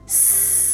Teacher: 这个 S 的发音，是你的舌头去碰触你的上排牙齿后面的牙龈，嘶，感觉一下，嘶，哎，你的发音位置是在前面的，所以前面的发音，C E NT，配的是 E 的这个前母音的平字。那相对的，couldn't，你会发 k 的音，是因为后面 A NT，这个 A 是后母音。好，所以前面配前面，后面配后面，这样子比较不容易拼错字了，是吧？那我们再拼一次，magnificent，sent，字尾拼字是 C E NT，significant，C A NT。好，不过呢，因为英文是几千年来累积以及吸收许多语言的一个结果，哈，像是我们之前讲字根字首常常提到的拉丁文，还有像德文、北欧的斯堪的纳维亚的这些语言，阿拉伯啊，甚至中文啊，这些语言都影响